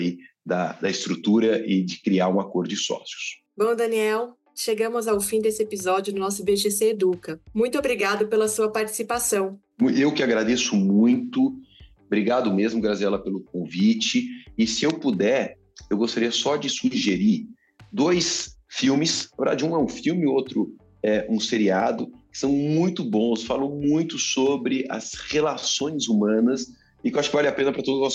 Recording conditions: video call